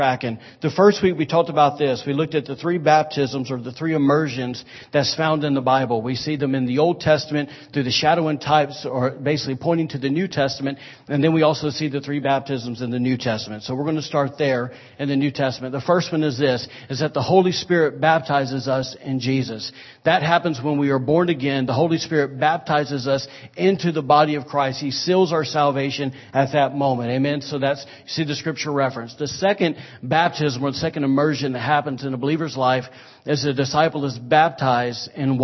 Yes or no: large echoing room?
yes